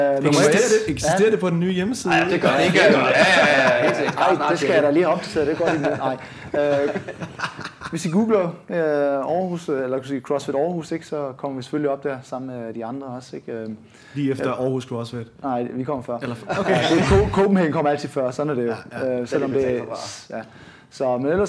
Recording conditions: busy venue